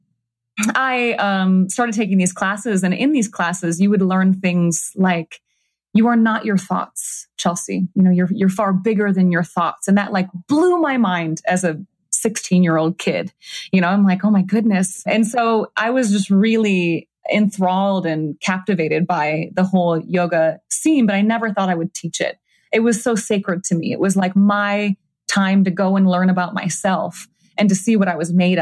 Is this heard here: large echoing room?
no